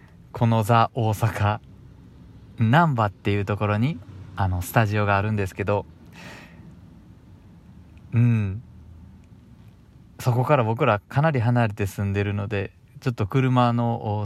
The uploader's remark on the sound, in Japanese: 車の中から。THE大阪・難波。